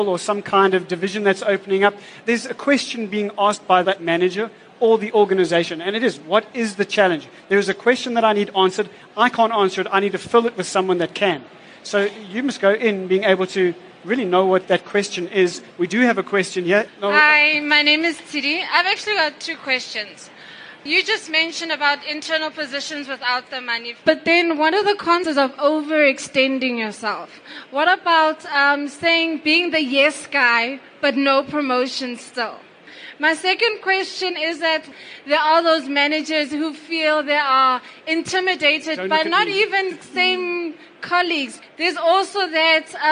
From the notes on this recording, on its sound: an interactive panel discussion where audience members are able to engage with top experts